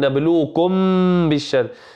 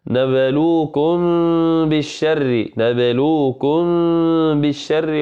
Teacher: أن تنطق الميم بغنة من دون إطباق الشفتين، من دون أن تلصق الشفتين، إنما يترك بينهما فتحة قليلة · Shown in: second take · Term: إخفاء